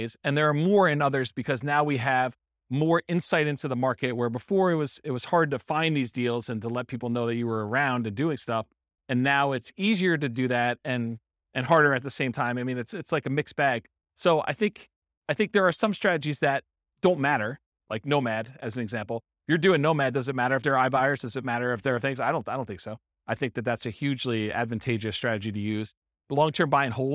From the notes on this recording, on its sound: This was a live class recorded